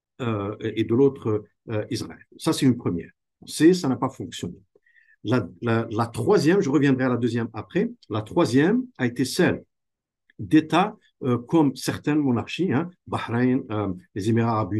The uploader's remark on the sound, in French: la Chaire Raoul-Dandurand a tenu une table ronde en ligne